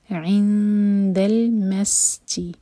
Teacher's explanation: سین پر سکون، وسل sound clear. عِندَ الْمَسْجِدِ الْحَرَامِ، سین ساکن کے بعد جیم پر زور دیا جائے گا.